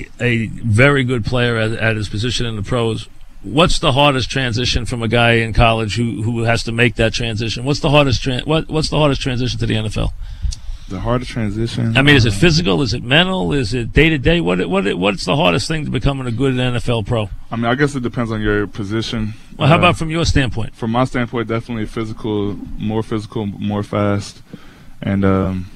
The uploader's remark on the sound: live at Jets camp.